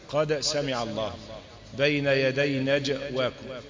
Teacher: انما النطق الصحيح ان القلقله تميل الى الفتح، قاد سمع الله بين يدي نجواكم، بتميل الى الفتح دايما. · Term: القلقلة